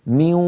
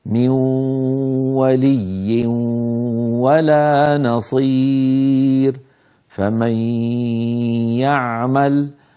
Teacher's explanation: أخرج صوتين معا، واو من الشفتين وغنة من الأنف · Term: إدغام